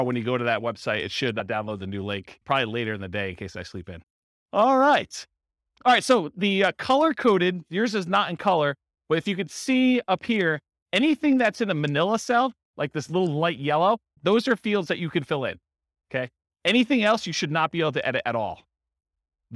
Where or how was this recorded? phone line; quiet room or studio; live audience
live audience